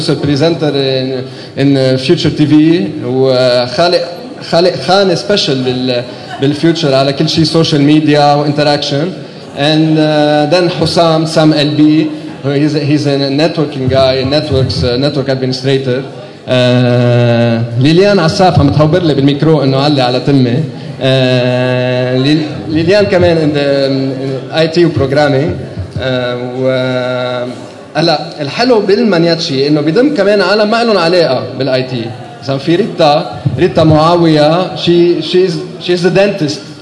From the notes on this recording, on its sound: Last Friday, the lebanese geeks community met at GeekFest Beirut that was un-organized by the maniachis. I was there with my recorder.